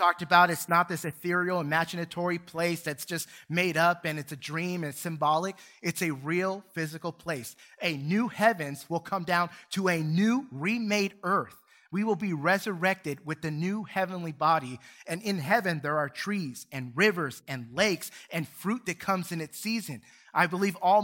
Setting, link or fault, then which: setting, large echoing room